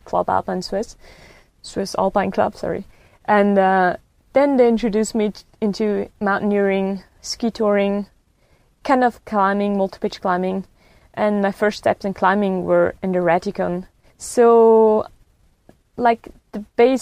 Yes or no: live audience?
no